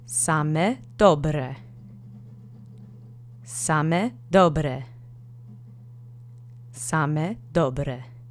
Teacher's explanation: don't stress if you can't roll that R. This is a perfect instance where one quick bounce will do.